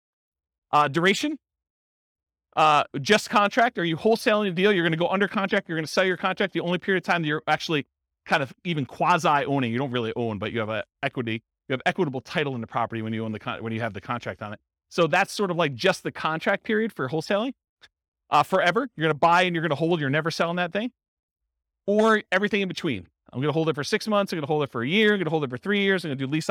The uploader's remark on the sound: This was a live class recorded